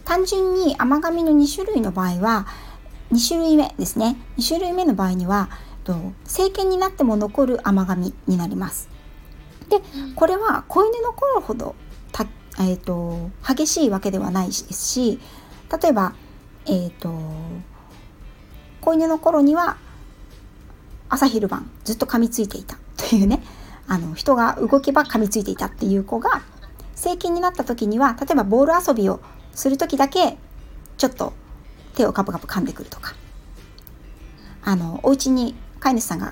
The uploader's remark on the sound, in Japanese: スマホ2台で収録した。クラブハウス。ペットのホリスティックケア roomで開催された。未編集なのでお聞き苦しいところがあるかもしれません。